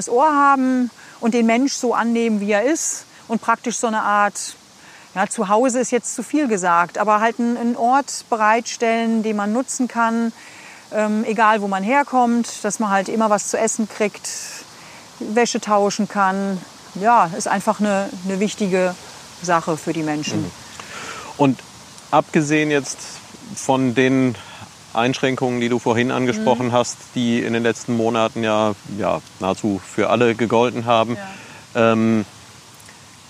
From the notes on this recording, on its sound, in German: Diesmal habe ich mich mit dem Podcast zum ersten mal nach draußen getraut: Die Aufnahme ist am Rheinufer entstanden. Diesmal habe ich mich mit dem Podcast zum ersten mal nach draußen getraut: Die Aufnahme ist am Rheinufer entstanden. Im Engerser Feld, am Ende der Panzerstraße.